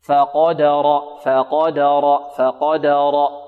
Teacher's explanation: وأما إذا ما ابتلاه فقدر، الفاء هنا مرققة والقاف مفخمة والدال مرققة والراء مفخمة، فقدر فقدر فقدر. إذا رققنا الفاء نحذر من إمالة فتحتها وكذلك الدال · Term: الفاء مرققة